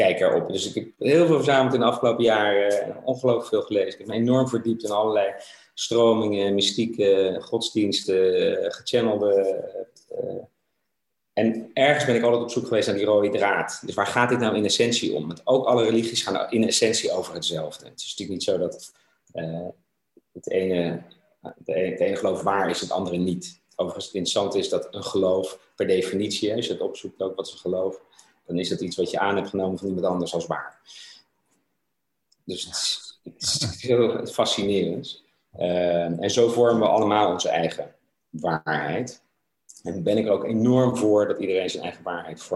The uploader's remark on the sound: Tijdens een wekelijkse Groeisessie voor ondernemers, via Zoom.